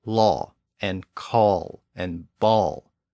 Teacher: this sound is a bit more rounded than ah and o, so the lips are more rounded when we pronounce this sound · Term: aw sound